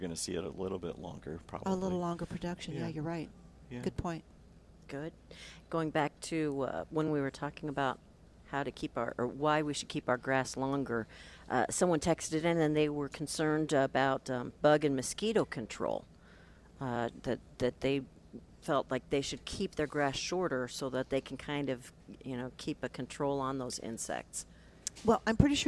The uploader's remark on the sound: Live at Prairie Gardens 7-13-19.